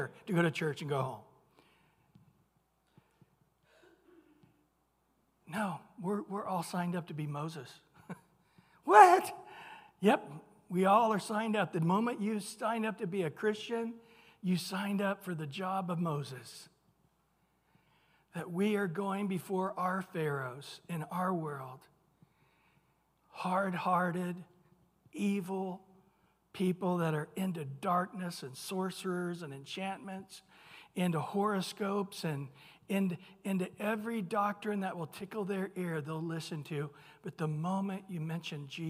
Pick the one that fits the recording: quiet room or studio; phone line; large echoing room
large echoing room